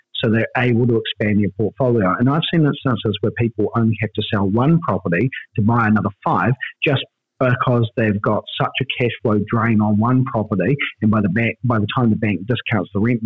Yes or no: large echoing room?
no